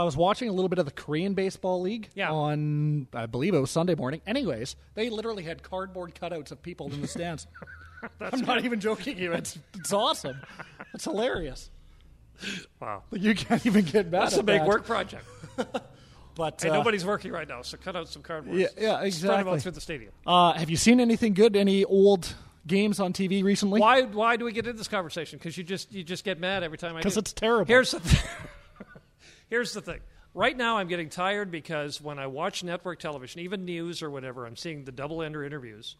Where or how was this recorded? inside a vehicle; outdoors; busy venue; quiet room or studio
busy venue